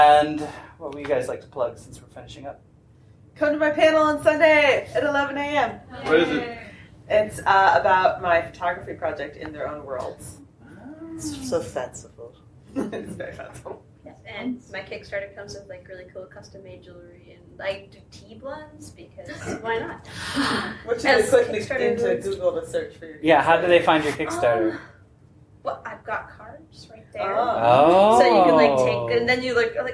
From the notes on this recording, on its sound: It's time for another panel from Balticon 50! This was the Queering the Feed panel.